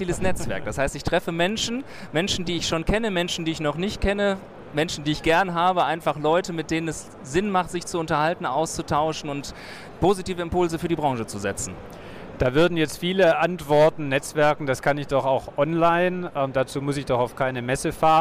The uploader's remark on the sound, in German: Da die Aufnahmen direkt auf der Messefläche gemacht wurden, ist der Ton ab und zu nicht in gewohnter Qualität